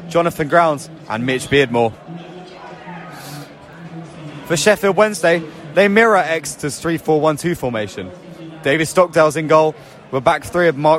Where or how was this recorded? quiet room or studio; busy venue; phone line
busy venue